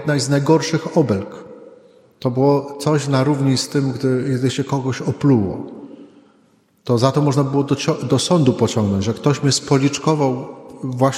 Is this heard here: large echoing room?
yes